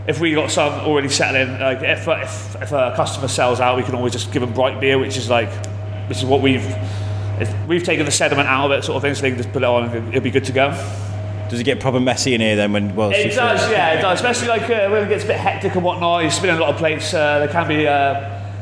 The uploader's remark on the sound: in a cosy corner of the Plough Inn (home of the Wood Brewery) and they record a nice calm podcast